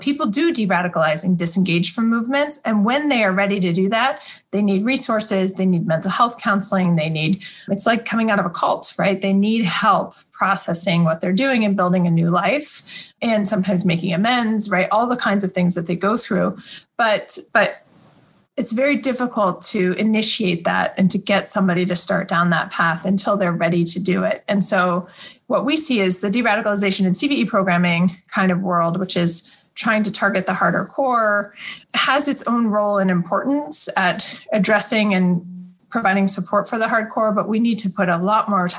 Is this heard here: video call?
yes